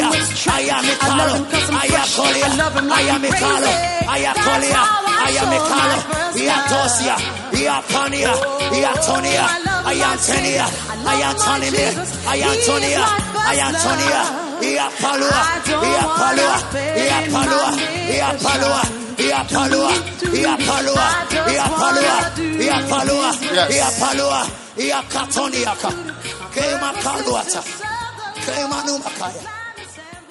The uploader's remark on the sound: Preached at the Prophetic Encounter Service.